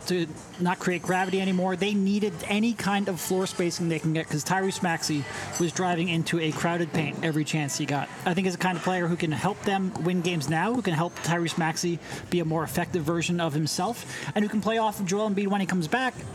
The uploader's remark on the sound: LIVE from The Chicken or the Egg in Marlton, NJ.